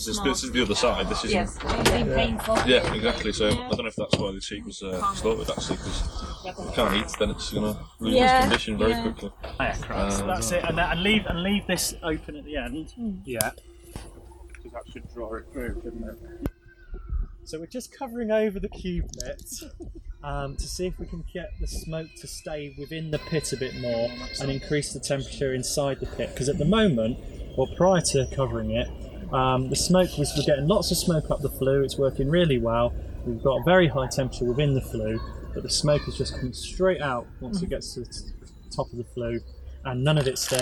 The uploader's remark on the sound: Woodland Heritage Festival - Issue 5 - AudioTrail. This is a bit more experimental, an audiotrail around the festival.